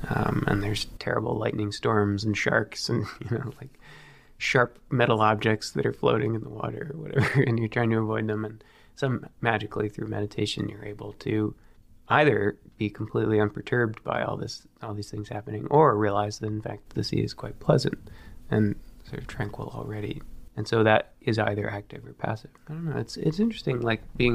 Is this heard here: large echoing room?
no